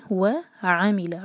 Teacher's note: عین پر زور، عین کا فتح کلیئر